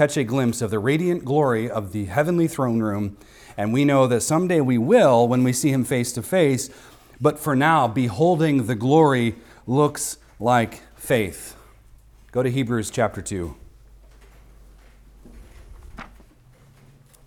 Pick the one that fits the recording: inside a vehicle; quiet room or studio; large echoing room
large echoing room